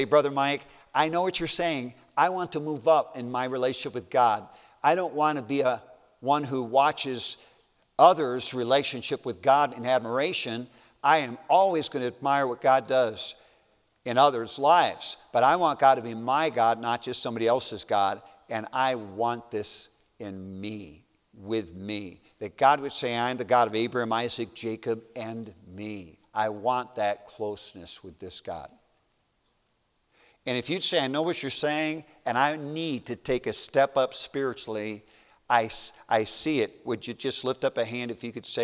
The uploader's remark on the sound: A message preached as a part of the New Life Meeting at Baptist College of Ministry